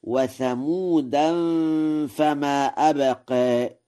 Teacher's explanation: قوله تعالى: وثمود فما أبقى، قرأ ورش: وثمودا فما أبقى، بتنوين ثمودا مع الإخفاء، ووجه التنوين وعدمه مبني على صرف هذه الكلمة وعدم صرفها، فصرفها على أنها اسم للأب أو الحي، والأصل في الأسماء الصرف، ولا تمنع منه إلا لعلة، وعدم صرفها على أنها اسم للقبيلة.